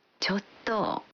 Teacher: La expresión chotto significa originalmente un poco. Pero al pronunciarla prolongando el sonido final y bajando el tono, chotto, transmite el matiz de que nos cuesta decir algo.